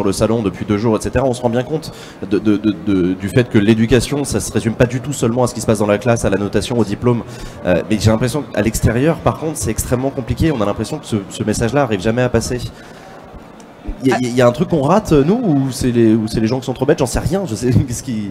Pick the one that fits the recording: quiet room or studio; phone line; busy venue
busy venue